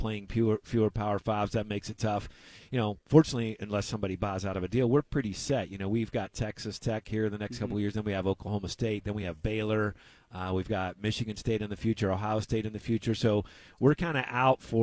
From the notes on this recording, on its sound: from Pac-12 Media Day in Las Vegas